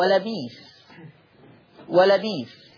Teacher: قرأ ورش بإبدال الهمز الساكن في لفظي ولا بئس